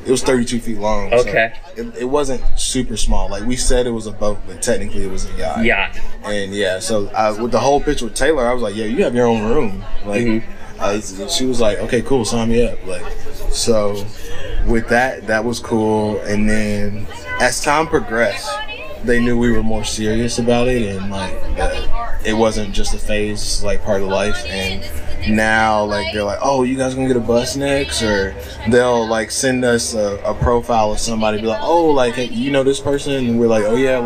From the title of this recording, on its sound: from the van